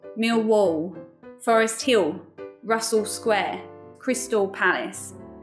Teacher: the L sound gets closer to a W · Term: dark L